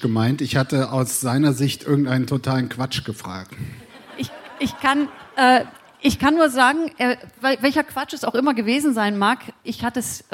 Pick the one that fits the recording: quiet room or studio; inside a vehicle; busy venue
busy venue